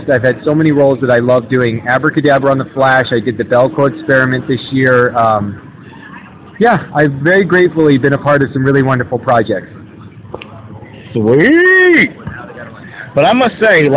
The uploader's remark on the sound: This episode was recorded at Planet Comic Con in Kansas City, MO, April 28, 2017, day 1.